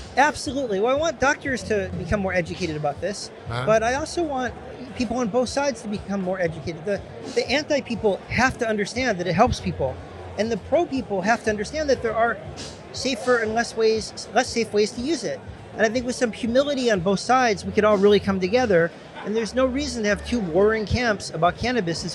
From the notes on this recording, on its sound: ON LOCATION, BOSTON. On location at NECANN in Boston.